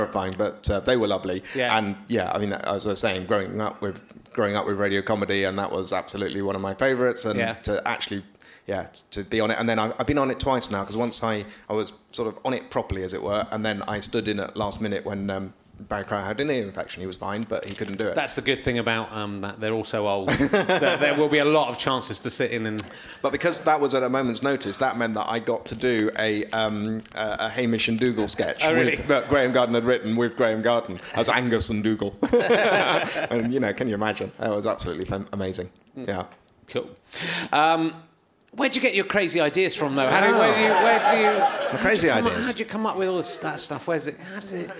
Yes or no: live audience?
yes